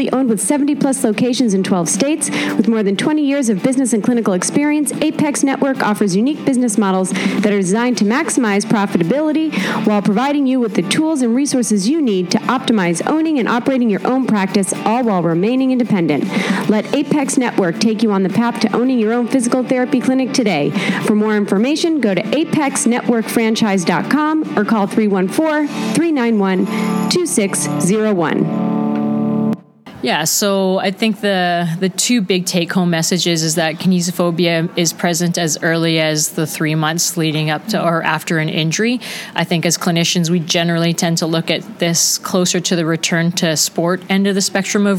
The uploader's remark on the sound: LIVE from the WCPT Conference in Geneva, Switzerland. I am coming to you live from Geneva, Switzerland at the WCPT meeting and right now I have the distinct pleasure of sitting across a table.